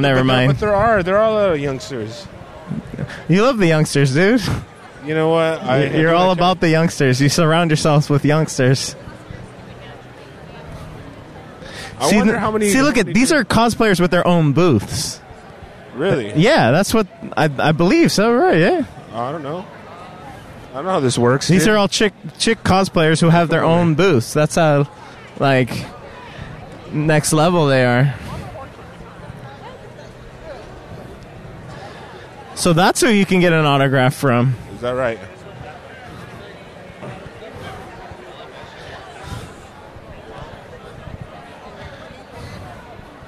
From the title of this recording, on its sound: LIVE from LA Comic Con